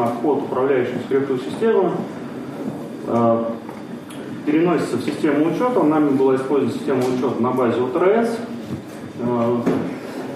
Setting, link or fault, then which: setting, live audience